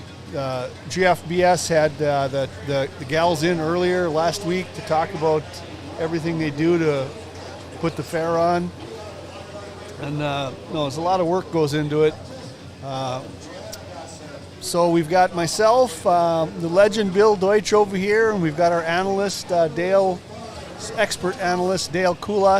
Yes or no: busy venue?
yes